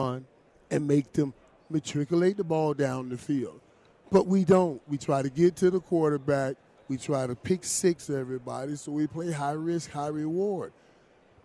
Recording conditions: busy venue